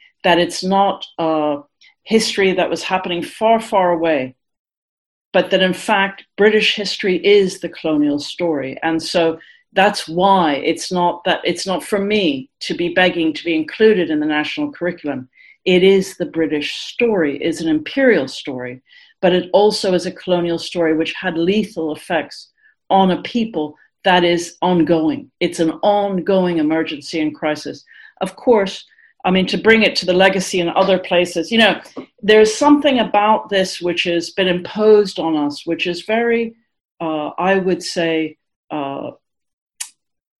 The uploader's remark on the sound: the audio of this webinar which was organised by them